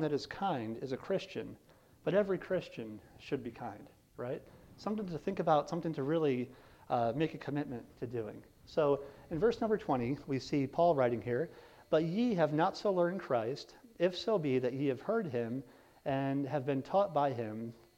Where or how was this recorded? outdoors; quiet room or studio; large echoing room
large echoing room